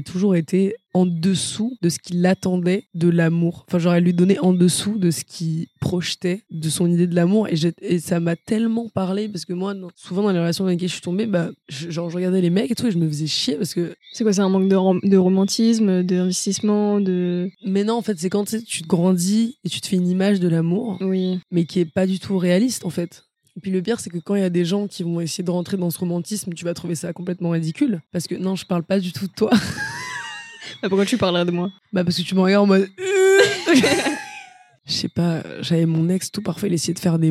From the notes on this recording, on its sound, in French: On a totalement improvisé, on a pris les micros (en extérieur d'ailleurs, pardon pour les bruits de fond) et on a débité sans limite.